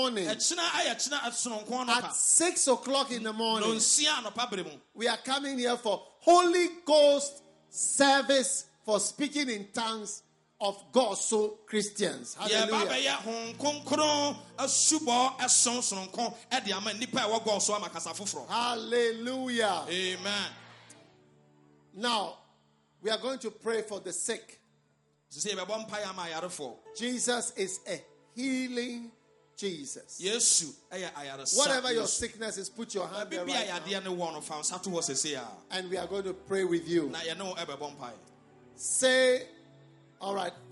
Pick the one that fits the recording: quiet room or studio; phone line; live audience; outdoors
live audience